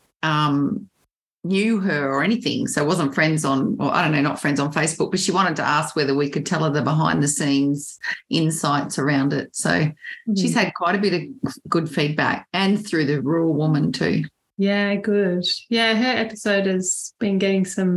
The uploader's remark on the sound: Un-cut, unedited audio from our LIVE stream will be available on all of the Podcasting Apps each Wednesday.